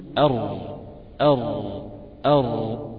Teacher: يعني طرف اللسان من الأمام بيرتفع حتى يلتصق بمنطقة ما فوق أصول الثنايا العليا، ما فوق أصول الثنايا العليا، يعني فوق منبت الأسنان العليا بشيء بسيط. · Term: حرف الراء